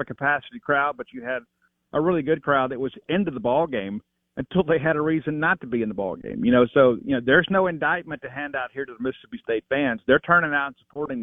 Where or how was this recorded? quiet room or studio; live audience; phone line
phone line